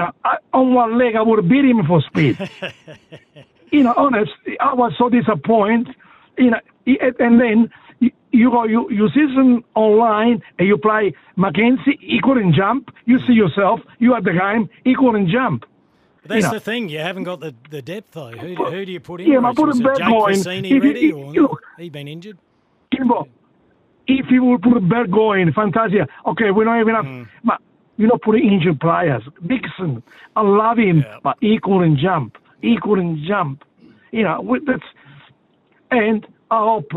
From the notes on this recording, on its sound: YOUR CALLS. On the Run Home SEN SA.